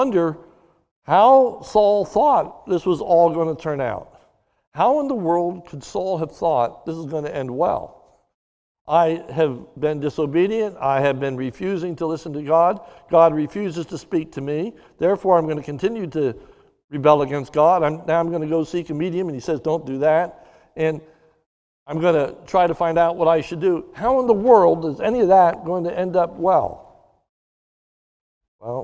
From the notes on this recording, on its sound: a sermon recorded live at the Lebanon Bible Fellowship Church in Lebanon, Pa on 04/25/2021 during the morning service